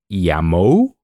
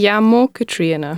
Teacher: So in this case, it is the same sound that we find in the word horse. So it's a completely round O. · Shown in: second take · So then it would be not pronounced llamo.